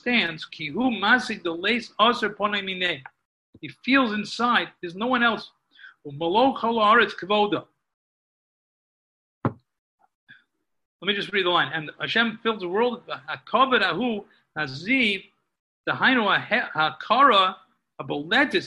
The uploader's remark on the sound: Live on Zoom